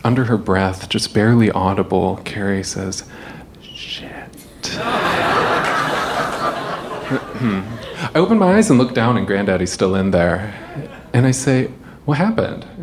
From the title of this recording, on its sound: Live From Seattle 2!